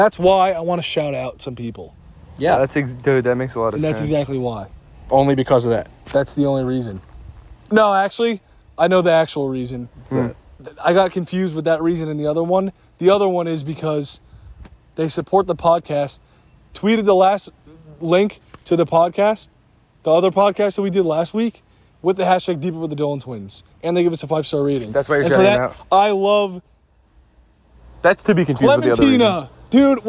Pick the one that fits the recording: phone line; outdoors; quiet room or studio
outdoors